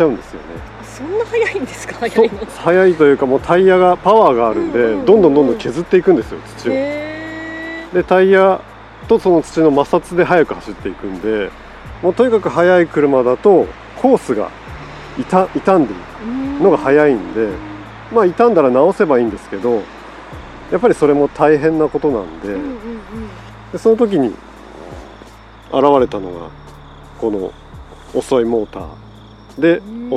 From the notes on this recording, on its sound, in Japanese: PINE BEACH RC RACEWAY。レース場の横で収録させていただきました！レース場の熱気も相まって。